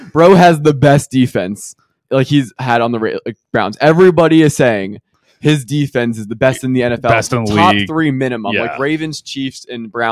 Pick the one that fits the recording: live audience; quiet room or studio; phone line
quiet room or studio